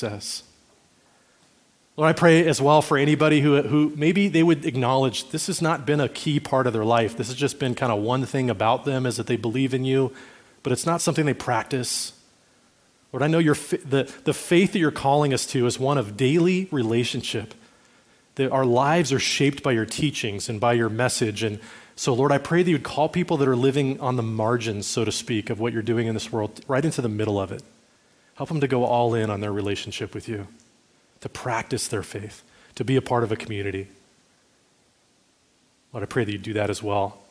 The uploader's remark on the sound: Recorded at Liferoads Church in Spokane, Washington, on Easter Sunday, April 9, 2023.